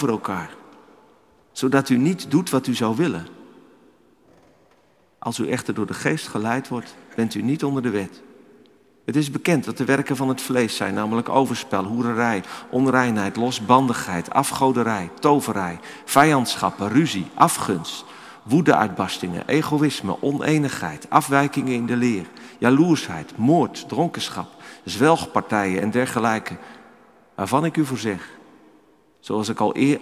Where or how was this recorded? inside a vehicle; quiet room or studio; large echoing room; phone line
large echoing room